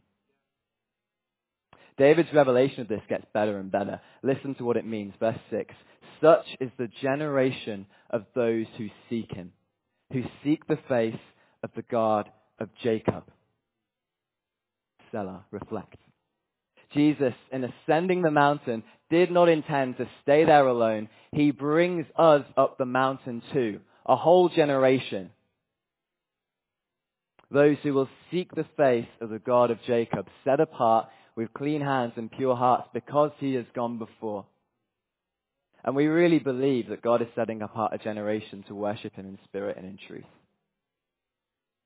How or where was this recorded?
large echoing room